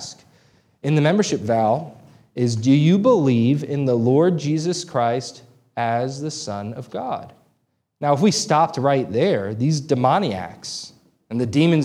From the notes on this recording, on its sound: This sermon was preached on May 14, 2023 at Antioch Presbyterian Church. A mission work of Calvary Presbytery of the Presbyterian Church in America located in Woodruff, South Carolina.